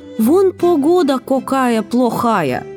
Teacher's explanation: Все безударные «о» они произнесут как «о». · Term: окают